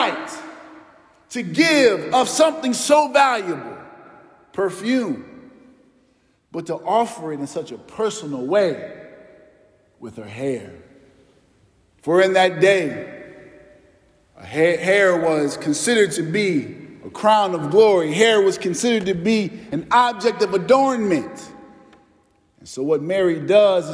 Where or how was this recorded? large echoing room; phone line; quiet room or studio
large echoing room